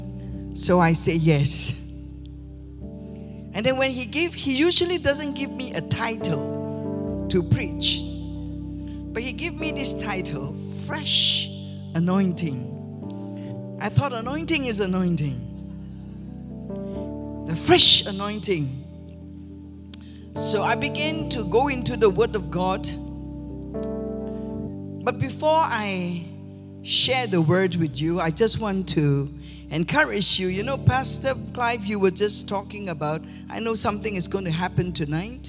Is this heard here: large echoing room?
yes